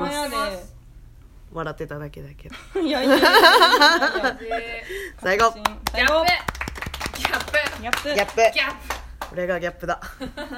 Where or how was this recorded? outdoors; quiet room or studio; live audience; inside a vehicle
live audience